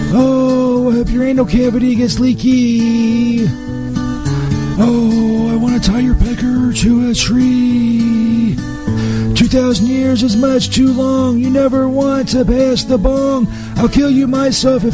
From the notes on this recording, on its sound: LIVE from the Cock&Balls Pub in East Stoner Heaven